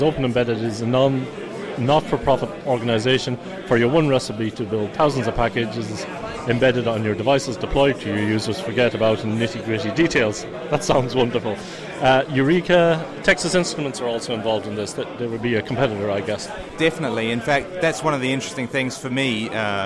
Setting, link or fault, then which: setting, busy venue